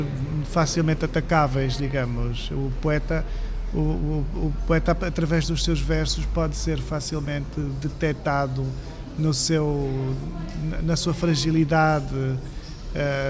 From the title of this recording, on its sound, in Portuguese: em direto do Festival Literário da Madeira